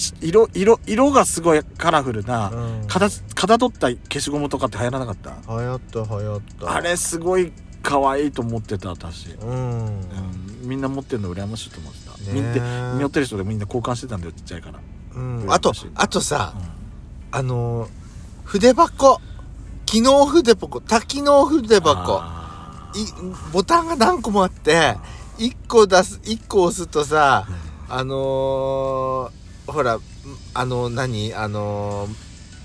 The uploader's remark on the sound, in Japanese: 2人組。パーキング収録。